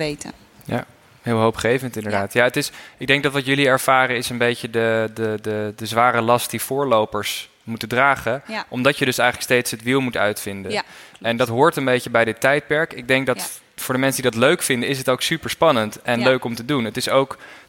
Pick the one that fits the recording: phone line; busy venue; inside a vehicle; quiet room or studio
busy venue